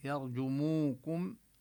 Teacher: يرجموكم هنا الواو تمد مدا طبيعيا ونبين ضم الكاف ضما كاملا